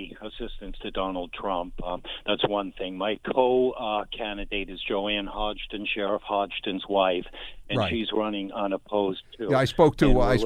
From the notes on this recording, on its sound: The phone lines flood with candidates